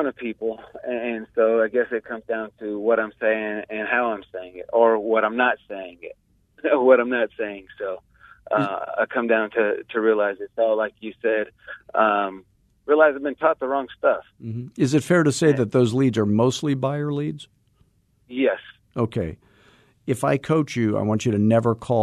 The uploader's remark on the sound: Live Coaching Call